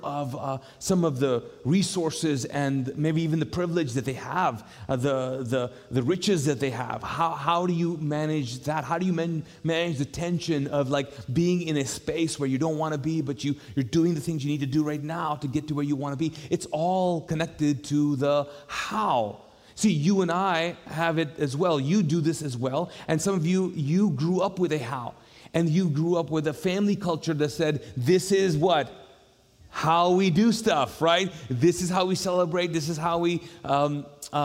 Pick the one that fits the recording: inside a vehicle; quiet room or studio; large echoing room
large echoing room